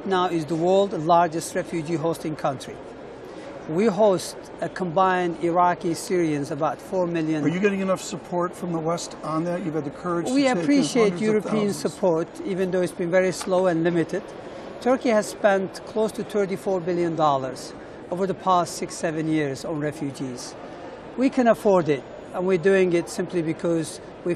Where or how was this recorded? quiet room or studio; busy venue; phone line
busy venue